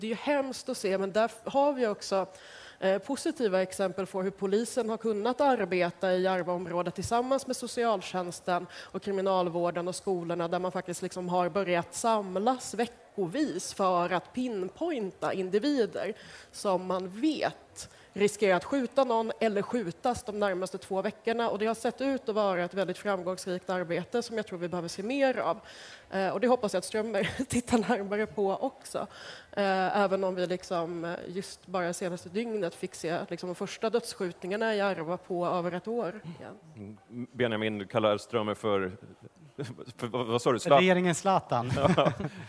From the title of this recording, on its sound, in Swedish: Livepodd från Almedalen